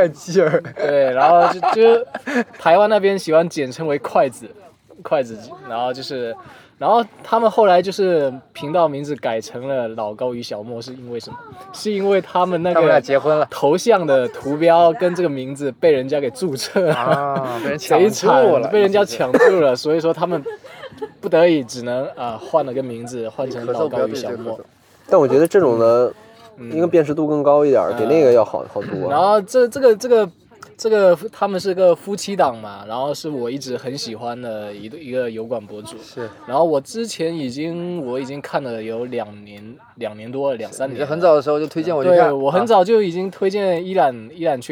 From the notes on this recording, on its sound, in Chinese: 上个周末去露营了心心念念，同时还心心念念的试了一下户外录制是什么感觉。